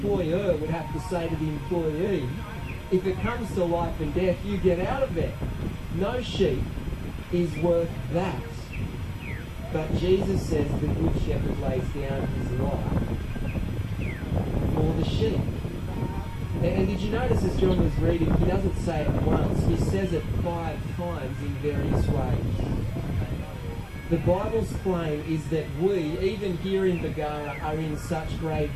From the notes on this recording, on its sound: Apologies for the audio quality on this recording